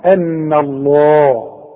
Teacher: رقق النون وفخم لفظ الجلالة